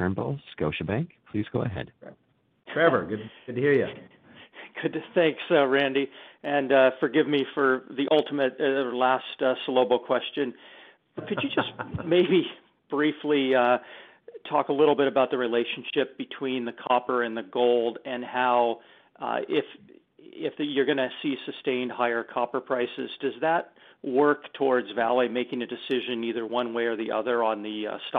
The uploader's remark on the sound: Fourth quarter 2020 earnings call